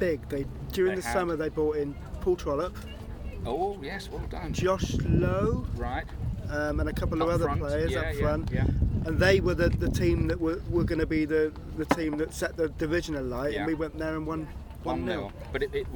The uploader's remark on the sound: headed down to the beach to record the podcast